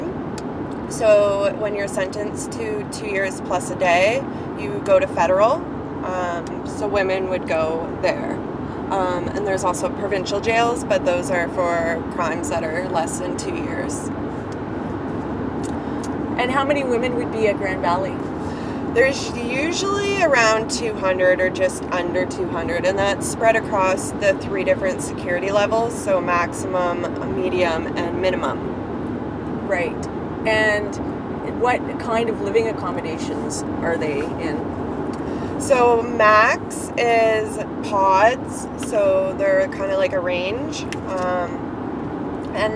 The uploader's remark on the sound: In the car on the way to the protest at Grand Valley Institution (GVI) in Kitchener, Ontario.